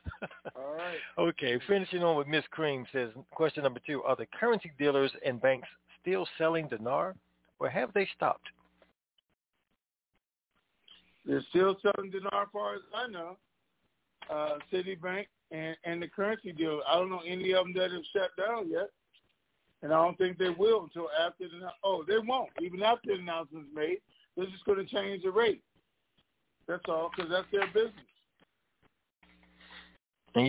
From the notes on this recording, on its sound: TNTSuperfantastic Conference Call.